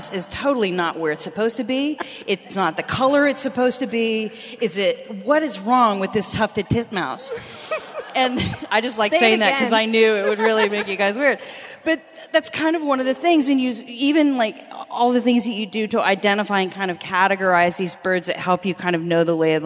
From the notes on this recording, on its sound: This long-form episode was recorded live from SpiritPride Vancouver in downtown Vancouver, BC, Canada.